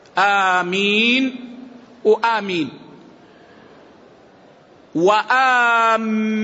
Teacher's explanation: فيها القصر، فيها المد، آمين وآمين، وآمين بتشديد الميم لغة